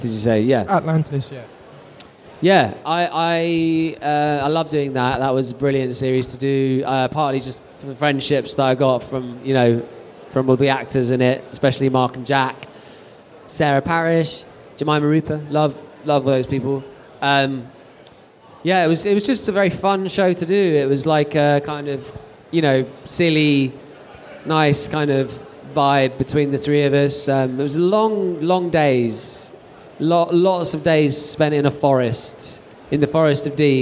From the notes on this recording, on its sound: Making Tracks LIVE at London Film and Comic Con 2023. Fantha Tracks returned to the Star Wars Zone at London Film and Comic Con for the fourth time and recorded four episodes of Making Tracks LIVE across the weekend.